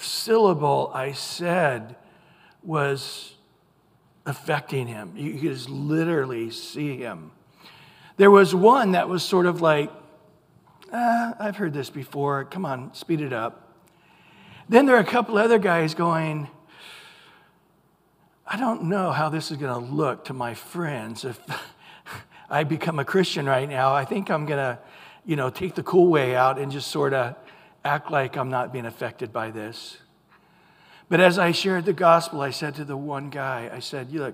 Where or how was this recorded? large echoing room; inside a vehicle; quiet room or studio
large echoing room